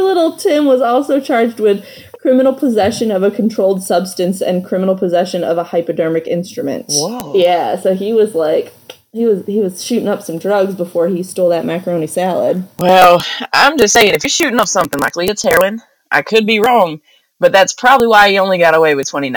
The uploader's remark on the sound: Please excuse the audio quality for our first one!